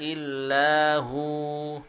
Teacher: Wawu sukun menjadi huruf mad, ya. Bukan lagi huruf bibir.